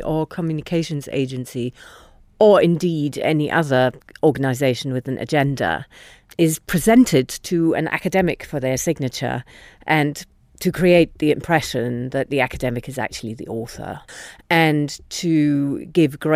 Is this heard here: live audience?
no